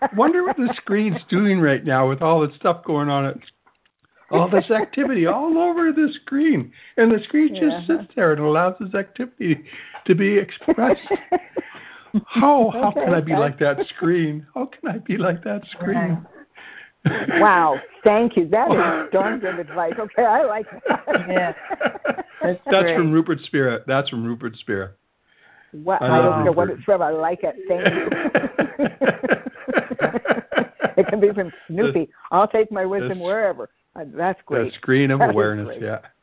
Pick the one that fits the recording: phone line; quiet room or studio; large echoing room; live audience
phone line